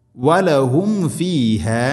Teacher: വലഹും ഫീഹ, വലഹും, സാക്കിന മീം ശേഷം ഫ, രണ്ട് ചുണ്ടുകൾ തമ്മിൽ തട്ടിച്ച് മീമിനെ പൂർണ്ണമാക്കി ഉച്ചരിക്കണം